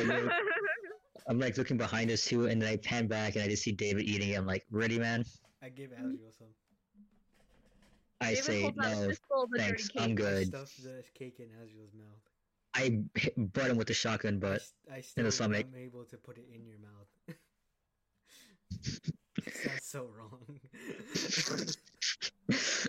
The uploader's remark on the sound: Sorry for crappy audio.